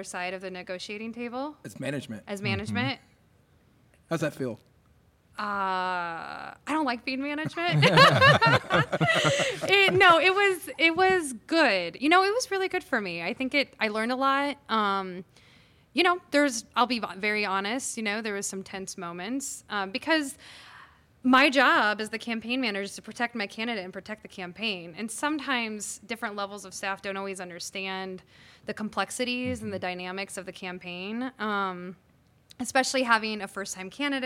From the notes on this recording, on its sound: Recorded on the stage of the Englert Theatre